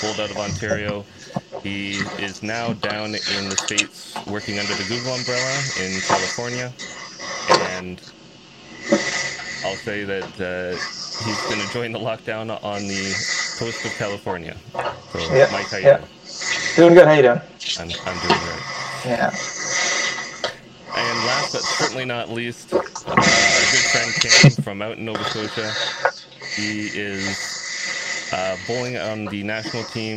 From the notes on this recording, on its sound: The first few minutes have some rough audio, but it was sorted out and the rest of the stream was great. How hard it is to set up a live stream of games to broadcast bowls!